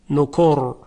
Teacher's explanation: راء ساکن میشه، ما قبلش رو نگاه میکنیم ضمه هست، به همین سبب راء تفخیم میشه